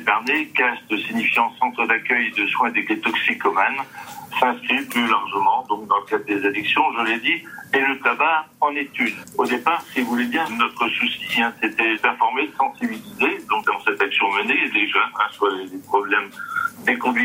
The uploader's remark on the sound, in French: Des propos recueillis par téléphone. De la rédaction de RCF Coeur de Champagne.